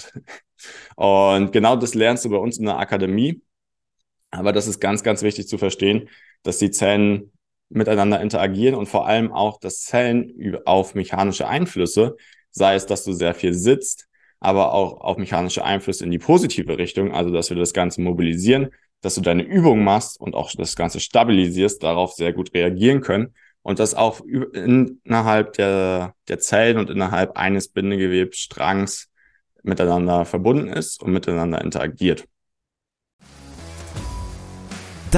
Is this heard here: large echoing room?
no